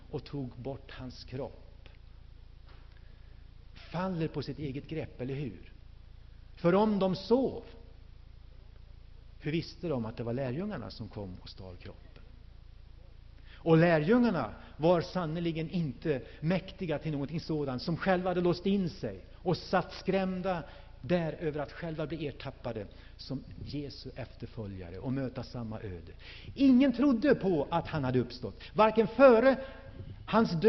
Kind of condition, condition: setting, large echoing room